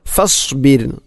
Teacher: റായിനെ കനപ്പിച്ചുകൊണ്ട്, ഒരിക്കലും അങ്ങനെ പറയരുത്. ഫസ്ബിർ റായിനെ തർക്കീക്കാണ് അഥവാ നേർപ്പിച്ചുകൊണ്ട് ഉച്ചരിക്കണം ഫസ്ബിർ. അതോടൊപ്പം സ്വാദിൻ്റെ ഉച്ചാരണവും, അതിനെ സീൻ ഫസ്ബിർ ഫസ്ബിർ അല്ലെങ്കിൽ ഫസ്ബിർ എന്ന് പറയരുത്.